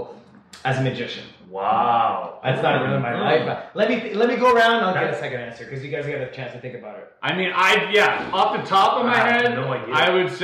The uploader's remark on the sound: Sorry for the echoey sound.